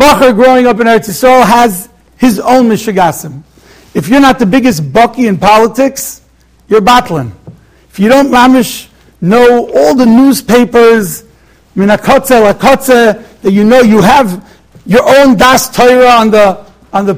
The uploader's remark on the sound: Shiur recorded in Yeshivas Ohr Reuven, Monsey, NY.